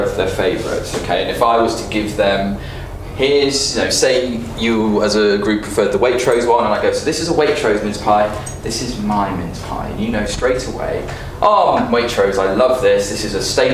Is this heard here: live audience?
yes